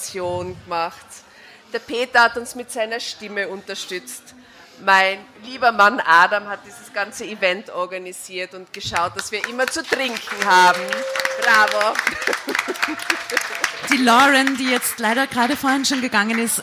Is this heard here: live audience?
yes